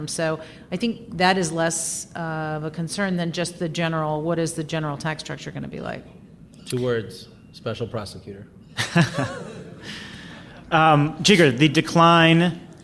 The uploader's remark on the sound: This week's podcast was recorded live at GTM's Solar Summit.